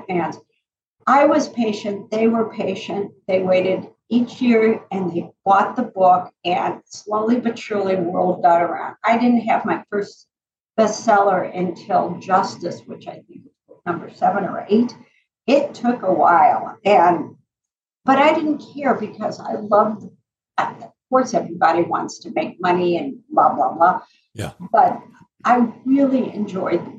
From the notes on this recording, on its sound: today's sound quality will require just an extra bit of patience